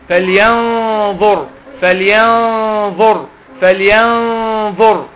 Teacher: والجنة مالها هنا بقى؟ والجنة هنا مفخمة عشان الظاء مفخمة · Term: اخفاء